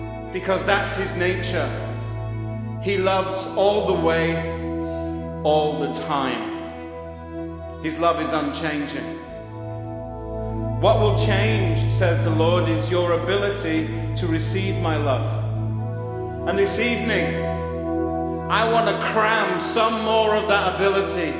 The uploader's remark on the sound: recorded on Sunday, December 2, 2018, during service at The Anchor Church in Rockport, Maine.